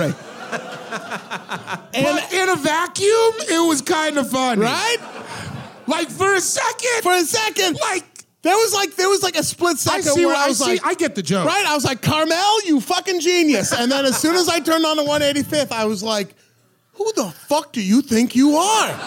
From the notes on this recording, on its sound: LIVE FROM PORTLAND, Y'ALL! This episode was recorded live at the Doug Fir in Portland, Oregon.